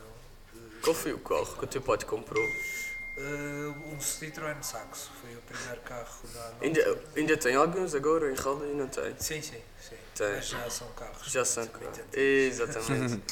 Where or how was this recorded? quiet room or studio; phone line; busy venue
busy venue